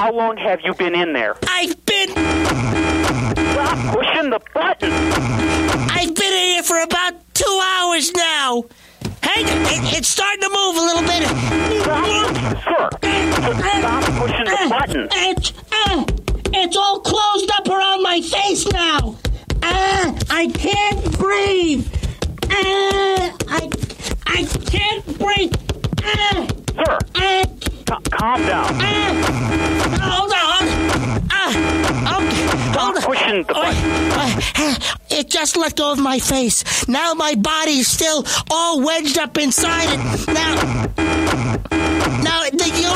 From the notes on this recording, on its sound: Prank Phone Calls